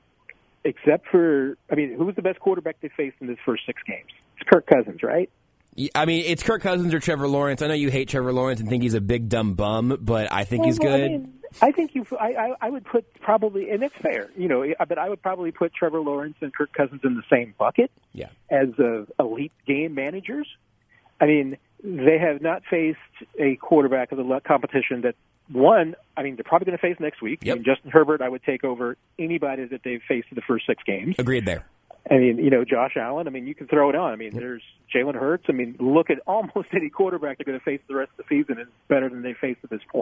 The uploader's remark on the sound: Bring the Sports Radio 810 WHB Postgame Show. The crew takes calls.